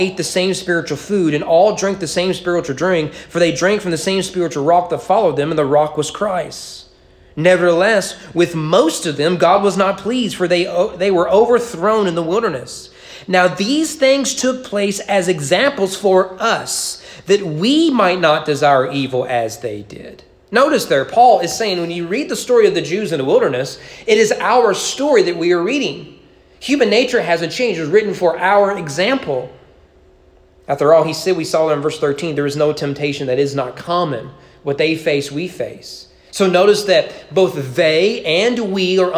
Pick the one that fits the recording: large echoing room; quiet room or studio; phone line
large echoing room